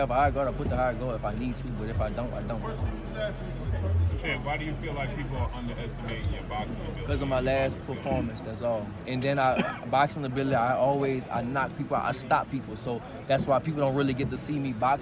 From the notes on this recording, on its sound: at the press conference in San Francisco